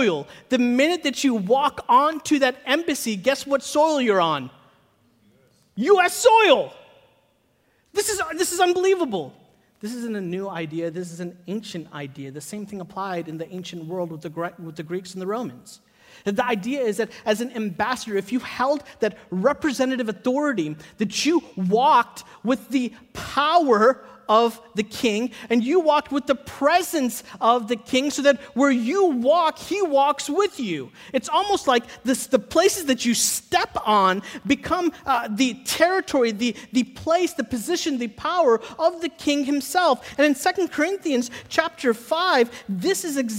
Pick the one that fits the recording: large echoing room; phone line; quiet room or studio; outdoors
large echoing room